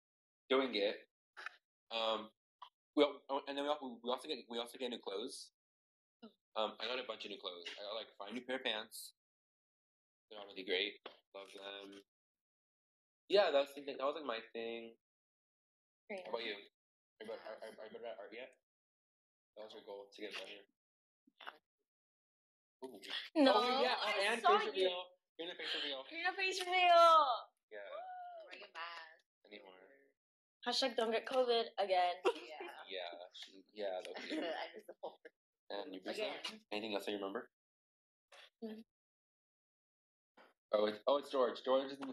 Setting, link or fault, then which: fault, poor sound quality